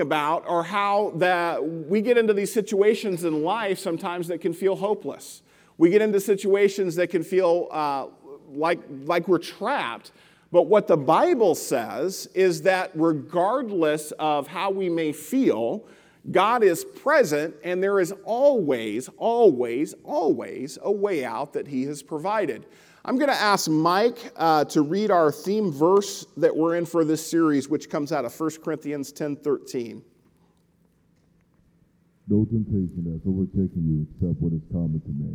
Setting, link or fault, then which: setting, large echoing room